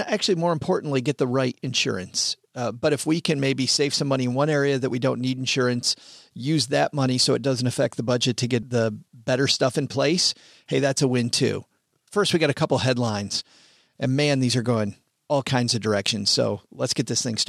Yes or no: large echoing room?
no